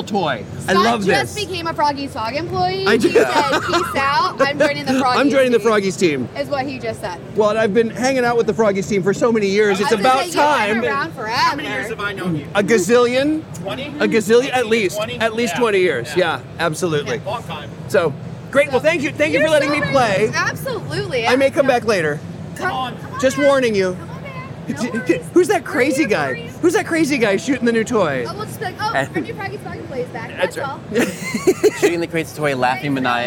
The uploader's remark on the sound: LIVE from the IAAPA Expo Show Floor